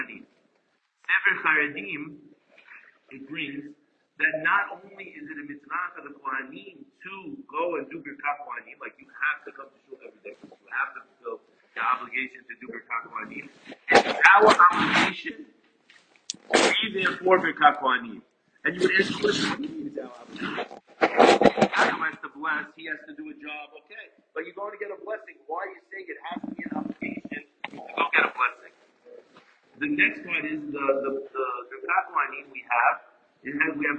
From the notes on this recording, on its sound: Apologies as the recording goes in and out